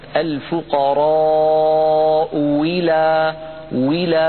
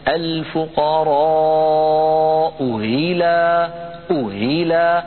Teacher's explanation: نقول يا إخوة عندما نقرأ بالإبدال يكون الضغط على مخرج الواو كما ذكرت الفقراء ولا ولا، فالضغط هنا على مخرج الواو والنطق بواو مكسورة · Shown in: first take · يكون الضغط على الحنجرة على مخرج الهمزة الفقراء ولا أهيلا وليس أويلا. · Term: تسهيل الهمزة